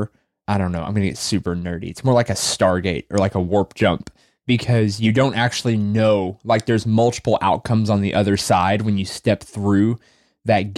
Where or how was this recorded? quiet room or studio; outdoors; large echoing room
quiet room or studio